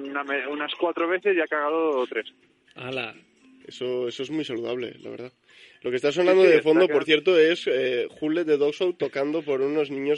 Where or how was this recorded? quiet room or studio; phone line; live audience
phone line